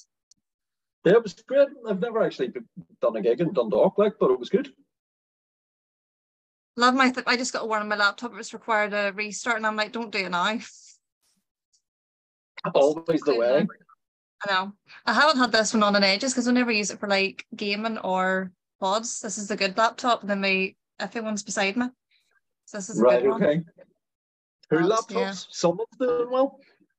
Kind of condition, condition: link, video call